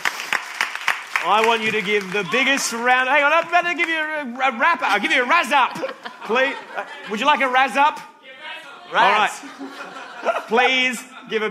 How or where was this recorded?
live audience